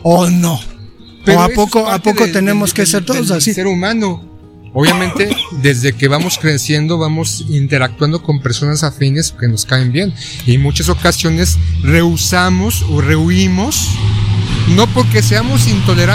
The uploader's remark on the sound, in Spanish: En este episodio caminamos y grabamos durante horas.